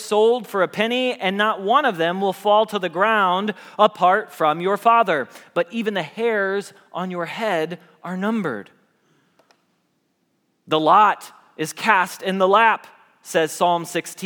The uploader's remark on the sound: Message Preached at Valley Creek Church